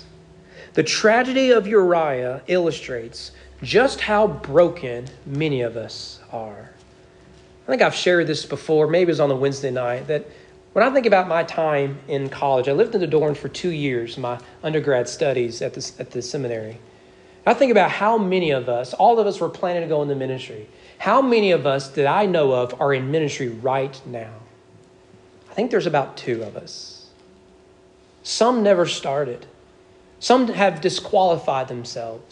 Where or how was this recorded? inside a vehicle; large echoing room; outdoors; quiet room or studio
large echoing room